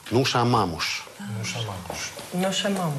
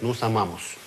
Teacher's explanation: Конечные «с» считаются как «ш». · Shown in: first take